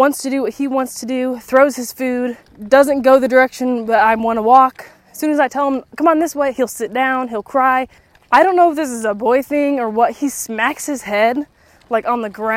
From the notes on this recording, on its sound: Come stroll with me as I walk and talk